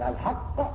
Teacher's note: لما أقول الحق وبس يبقى وقفت بس. لكن الحق وقفت ثم انفجر الهواء · Term: القلقلة